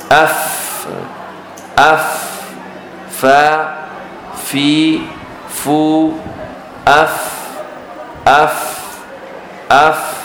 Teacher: أطراف الثنايا العليا مع باطن الشفة · Term: حرف الفاء